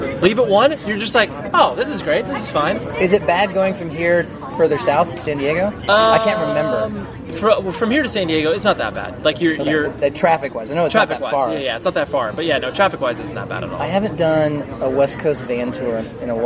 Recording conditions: background noise